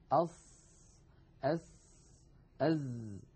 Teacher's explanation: المنطقة الزرقاء اللون من اللسان الغامقة تمثل المنطقة التي يقرع فيها رأس اللسان ومنتهى طرفه، منطقة الأسنان السفلى، ولا شك أن للأسنان العليا مشاركة في إخراج الصوت بدون تلامس، بدون تلامس، يعني لا يلامس اللسان الأسنان العليا. · Term: أحرف الصفير